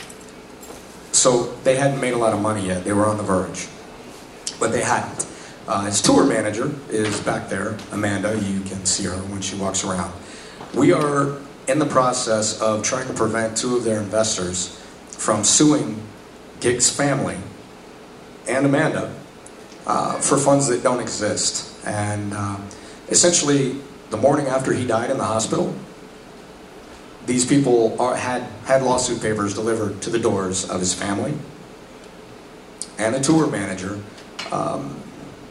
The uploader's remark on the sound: Panel from Pensacon 2016